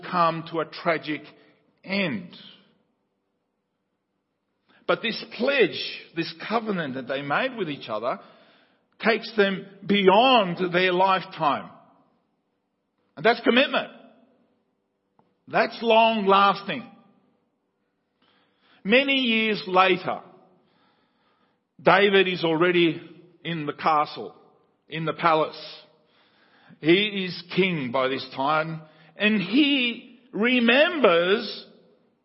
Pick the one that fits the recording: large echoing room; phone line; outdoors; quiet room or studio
large echoing room